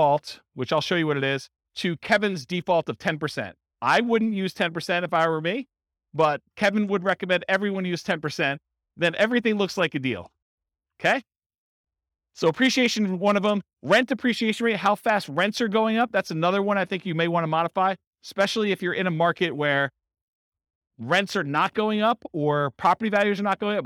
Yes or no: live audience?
yes